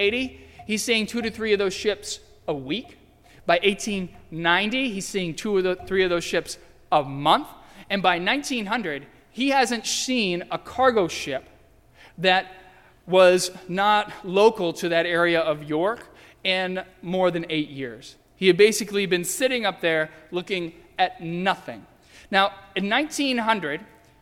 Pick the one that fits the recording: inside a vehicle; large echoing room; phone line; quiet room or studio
large echoing room